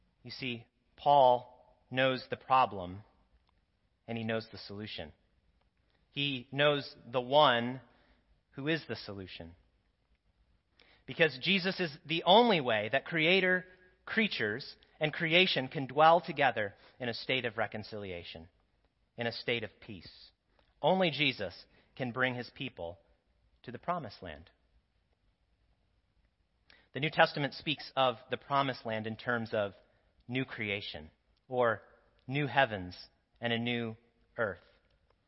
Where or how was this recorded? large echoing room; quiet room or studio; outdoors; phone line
large echoing room